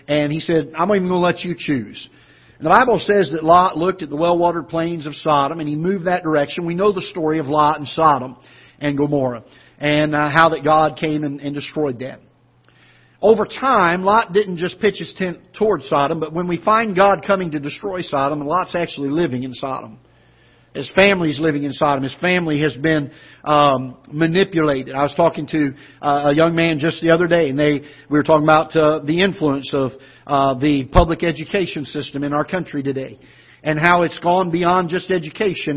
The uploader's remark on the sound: Ketha Heights Baptist Church ~ Live Broadcast